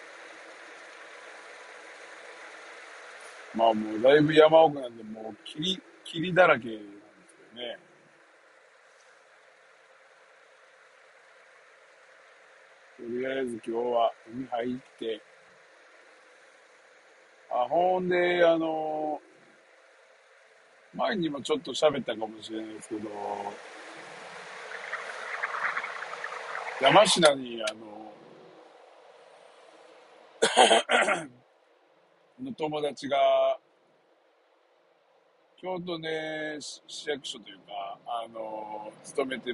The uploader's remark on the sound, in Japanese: サーフィンに向かう道中で収録！